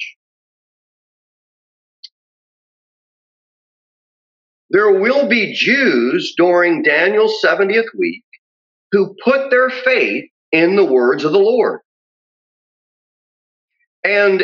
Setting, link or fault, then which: setting, large echoing room